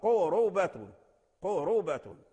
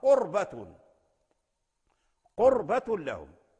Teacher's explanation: فورش قرأ بضم الراء قربة قربة، وقال قرأ بإسكان الراء قربة قربة لهم